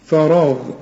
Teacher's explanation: فا وبعدين الراء والغين مفخمين